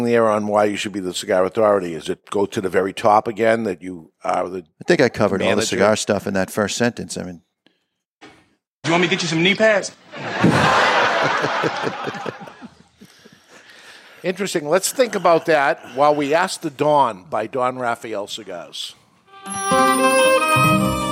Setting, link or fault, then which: setting, live audience